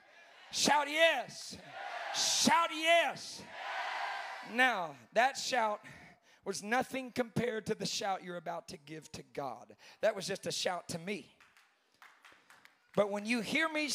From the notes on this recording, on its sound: preaching the Saturday night of the Remnant Youth Conference